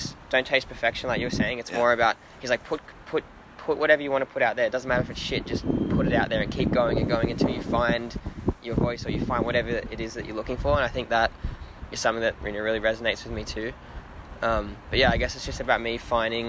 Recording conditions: outdoors